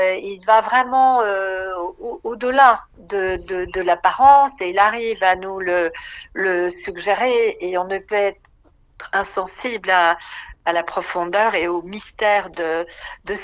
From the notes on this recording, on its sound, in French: Enregistrement réalisé par téléphone, entre Paris et le Domaine de Chaumont-sur-Loire.